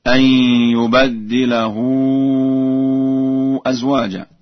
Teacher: قرأ ورش بفتح الباء وتشديد الدال